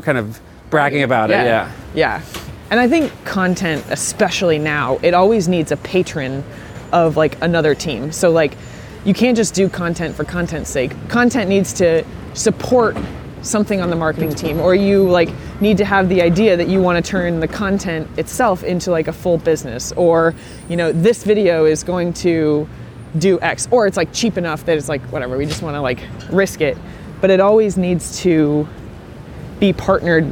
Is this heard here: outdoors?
yes